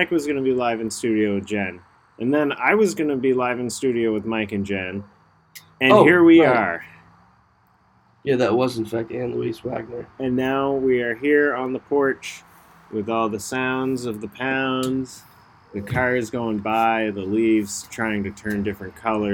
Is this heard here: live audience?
no